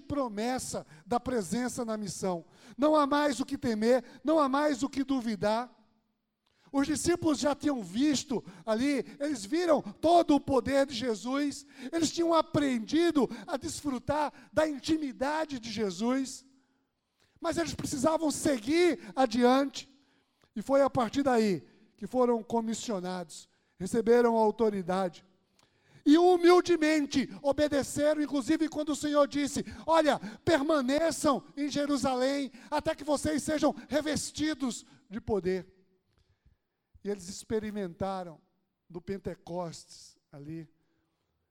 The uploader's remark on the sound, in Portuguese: Podcast gravado na PAES Piedade